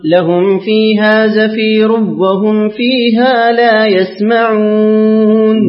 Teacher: أقرأ لخلف بترك الغنة. لهم فيها زفير وهم فيها لا يسمعون.